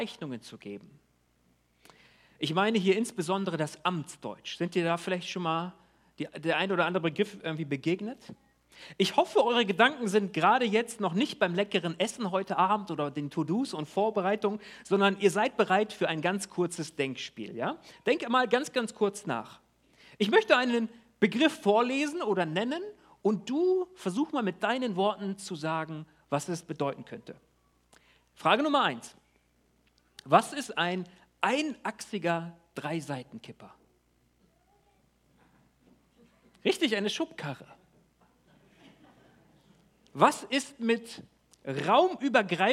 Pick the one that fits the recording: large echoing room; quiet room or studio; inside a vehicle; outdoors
large echoing room